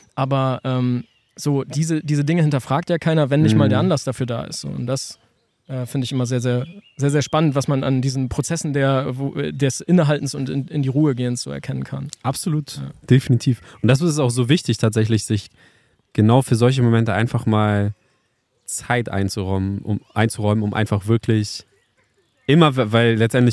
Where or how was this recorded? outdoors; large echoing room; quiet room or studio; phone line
outdoors